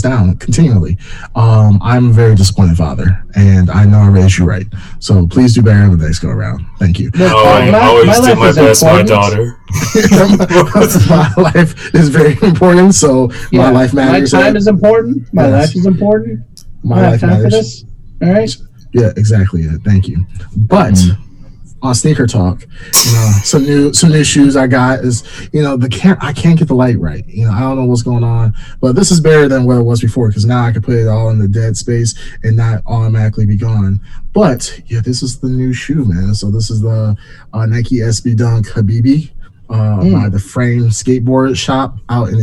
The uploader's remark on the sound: Experienced unexpected recording audio issues this episode